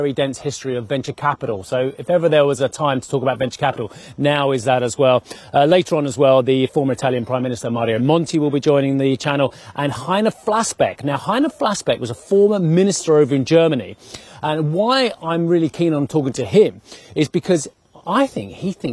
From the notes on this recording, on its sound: We are live on the shores of Lake Como, Italy